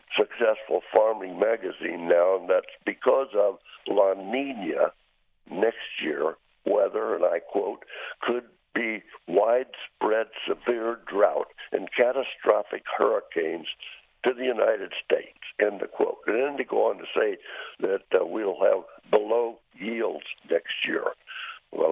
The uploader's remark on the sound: My voice will sound a little different since I am on the phone.